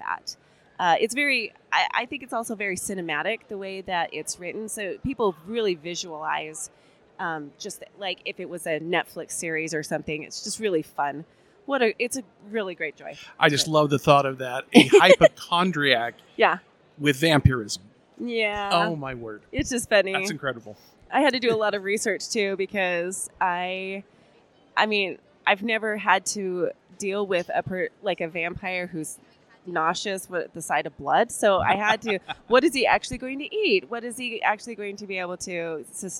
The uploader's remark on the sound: Author Interviews Live From FanX.